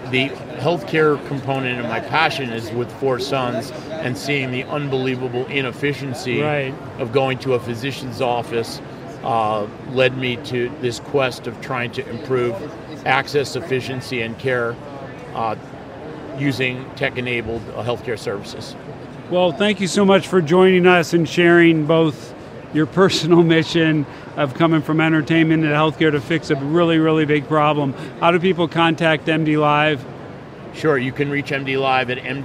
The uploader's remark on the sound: LIVE From #HiMSS17